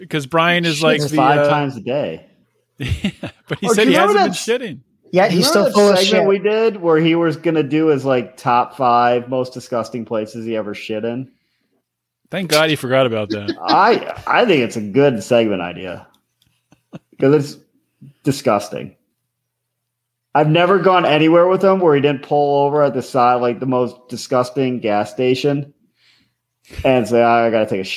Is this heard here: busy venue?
no